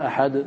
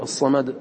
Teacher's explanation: وتقول في قل هو الله أحد أحد أحد، عندك تنوين وعندك ضمة، فالتنوين يطرح والضمة تزال فتقف بالسكون